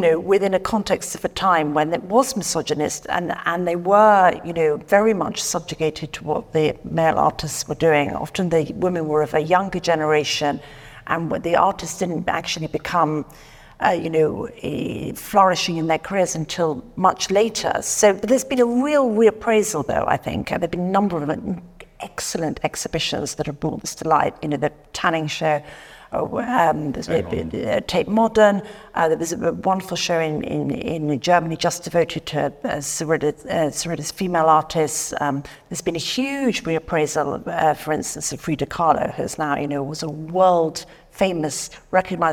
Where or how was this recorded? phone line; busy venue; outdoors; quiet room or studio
busy venue